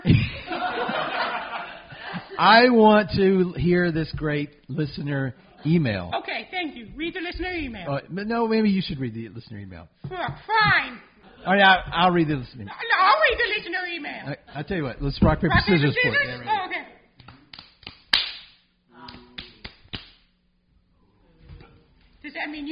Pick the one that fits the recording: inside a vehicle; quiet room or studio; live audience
live audience